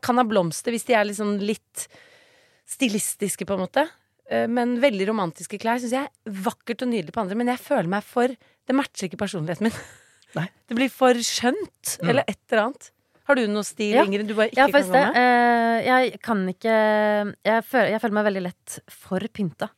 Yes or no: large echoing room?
no